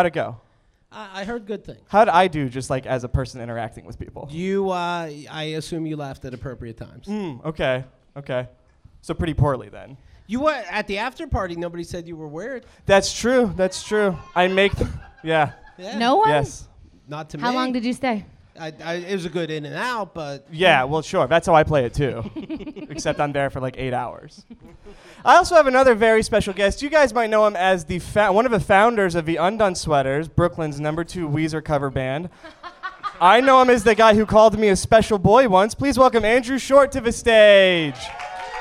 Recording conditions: live audience